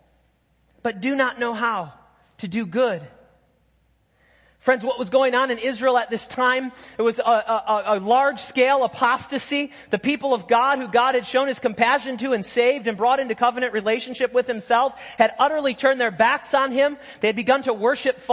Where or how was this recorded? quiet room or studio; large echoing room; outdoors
large echoing room